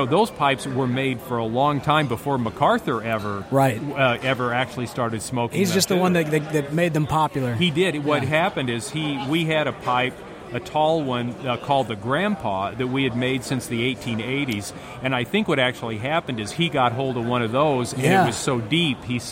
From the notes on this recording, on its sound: This week we take you LIVE from the show room floor at the first ever New Orleans Pipe Show!